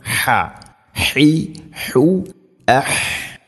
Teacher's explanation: ഹ തൊണ്ടയുടെ മധ്യഭാഗം